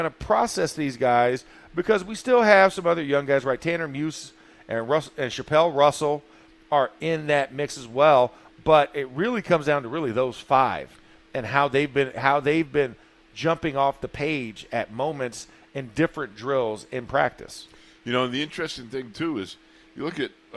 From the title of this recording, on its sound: In the Locker Room Live from Steelers Camp Day 9